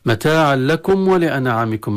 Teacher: متاعا لكم ولأنعامكم، الميم ساكن عند الواو تظهر، وهنا أكد عليه الإمام ابن الجزري قال واحذر لدى واو وفاء تختفي، والضمير يعود إلى الميم، احذر أن الميم تختفي عند الواو، لأن الميم والواو حرفين من نفس المخرج، فقد تختفي الميم عند نطق الواو.